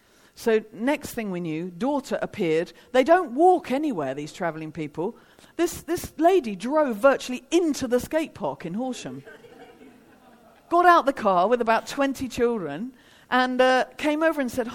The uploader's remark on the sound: Devoted 2019 - a festival for all the family hosted by ChristCentral.